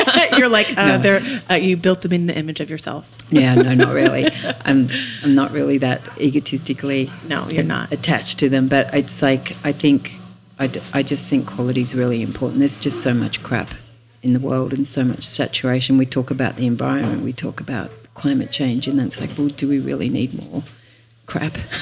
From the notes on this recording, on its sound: Live from Habitat in Byron Bay.